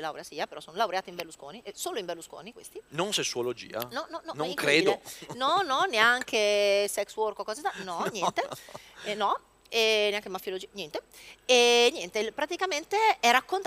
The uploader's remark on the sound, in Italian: Dal WMF! Il Web Marketing Festival ci ha prestato il palco e le videocamere.